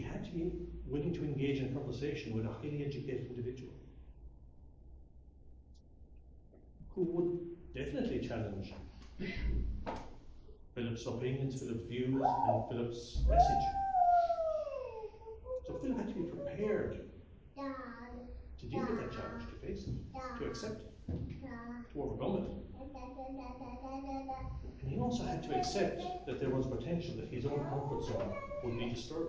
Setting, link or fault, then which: setting, large echoing room